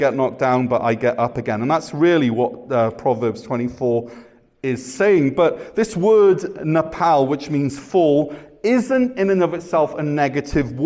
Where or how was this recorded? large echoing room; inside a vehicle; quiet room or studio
large echoing room